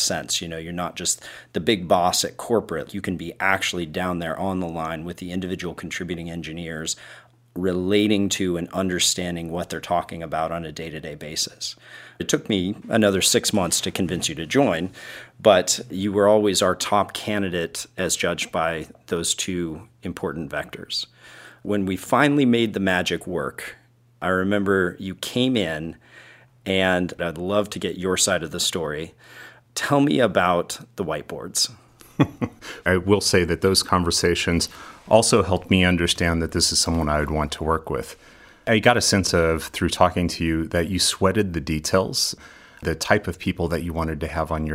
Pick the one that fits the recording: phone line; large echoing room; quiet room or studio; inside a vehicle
quiet room or studio